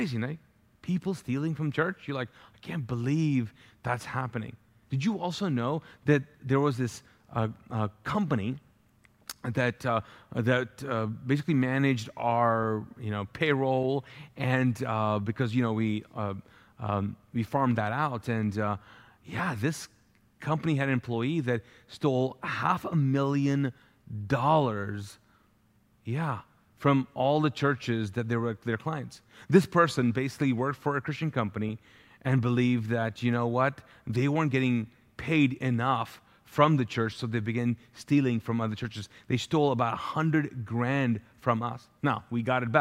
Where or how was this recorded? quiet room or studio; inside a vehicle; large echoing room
large echoing room